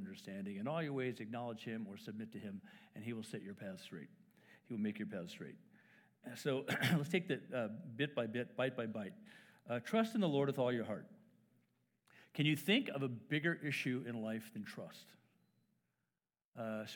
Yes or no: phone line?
no